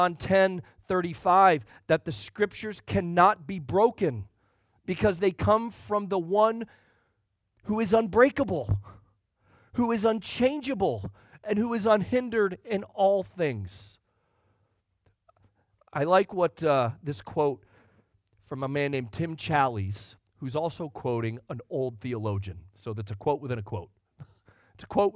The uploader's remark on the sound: Sunday Morning Sermon Audio